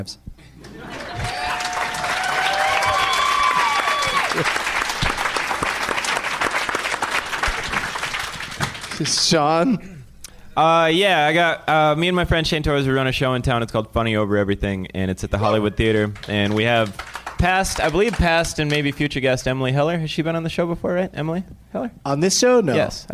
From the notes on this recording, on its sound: Live from the Helium Comedy Club in Portland Oregon